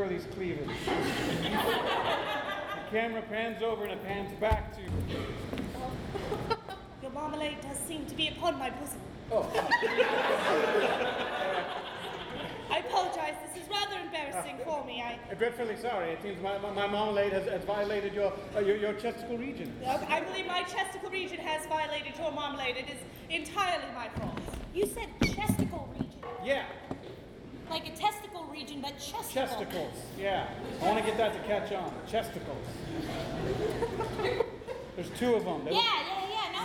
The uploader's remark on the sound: Live at The Establishment. In this LIVE uncensored episode of Wisenheimer: The Podcast - recorded in front of a wonderful crowd at The Establishment on April Fools Day!